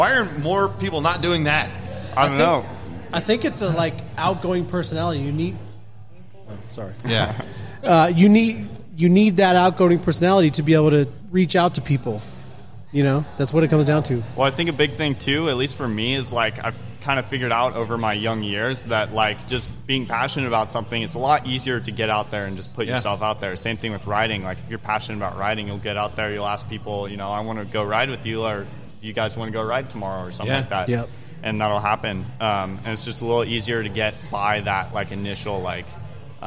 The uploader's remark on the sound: LIVE from Crooked Lane Brewing with MTB Norcal.